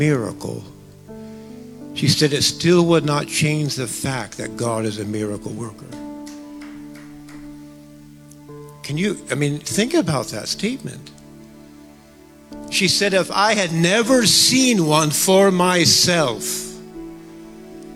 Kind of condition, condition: setting, large echoing room